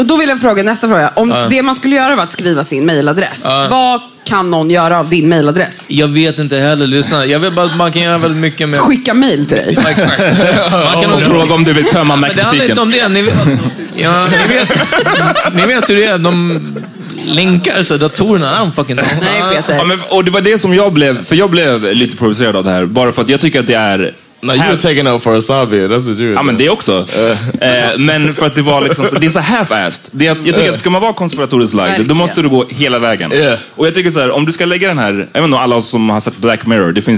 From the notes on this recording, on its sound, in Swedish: Denna vecka släpper vi vår livepod som spelades in live på Haymarket i Stockholm. Allt som allt så satte vi oss på en söndag efter en najs brunch och hade ett kul samtal framför några som var...